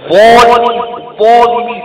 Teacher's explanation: حصل له اطباق تلاصق ما يحاذي الحنك الاعلى. وهذه صفة الاطباق وعكس او ضد الاطباق.